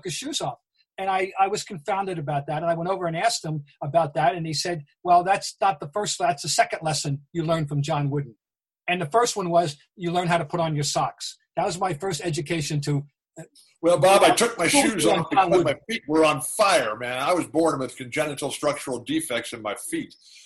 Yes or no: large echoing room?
no